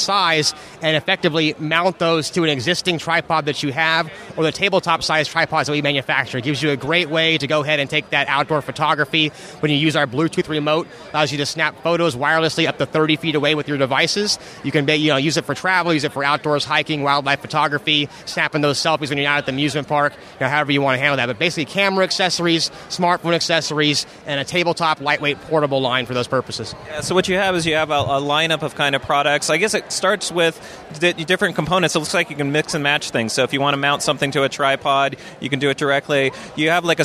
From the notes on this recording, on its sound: A special episode of the Maccast with interviews from the expo floor at Macworld/iWorld 2014.